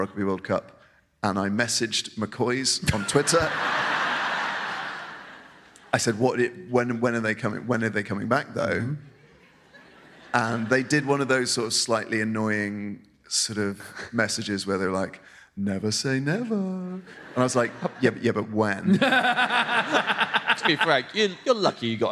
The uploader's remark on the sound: Live at the Bristol Hippodrome. Live in Bristol.